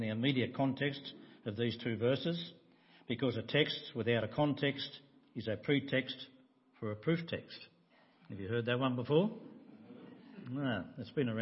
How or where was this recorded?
large echoing room